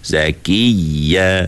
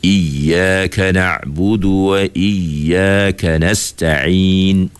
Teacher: Menekan sedikit suara pada huruf waw dan ya yang bersabdu. · Term: an-nabr